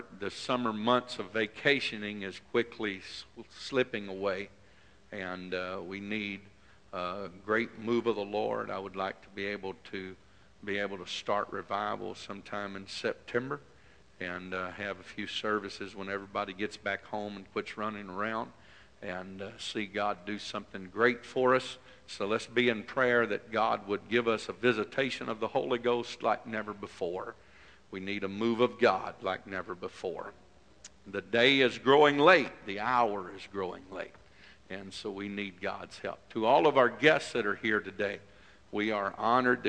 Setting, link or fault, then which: setting, large echoing room